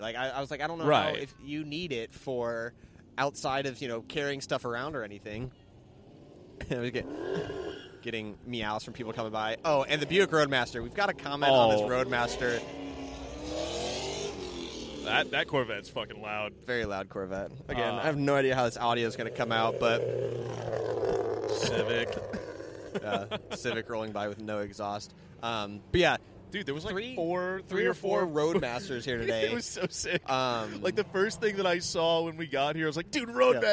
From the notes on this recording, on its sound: Finally, the cars and coffee podcast has recorded its first episode at a cars and coffee event, and it was amazing! We both try our hand at live commentary while watching cars depart the event. Share some random interactions with people passing by.